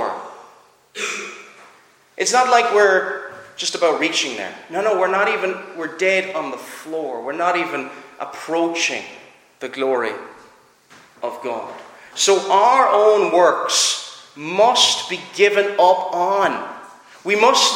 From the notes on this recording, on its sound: Preached at Clare Reformed Presbyterian Church.